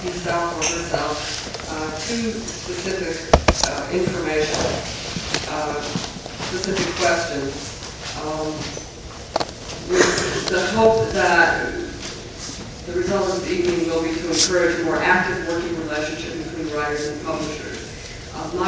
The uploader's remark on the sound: Organized by PEN's Author's Right to Information Committee. The floor is then opened to the audience for any comments or questions.